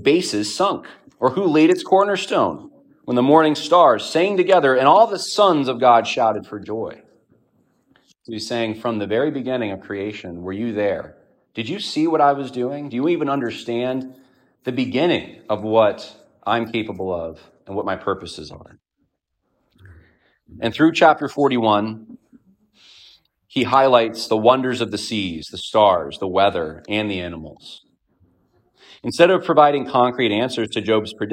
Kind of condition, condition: setting, large echoing room